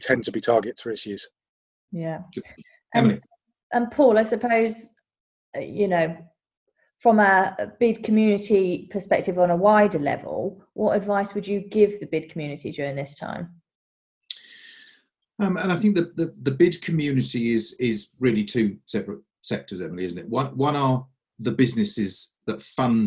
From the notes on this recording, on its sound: Forgive the audio quality, these episodes are being recorded remotely to keep everyone safe.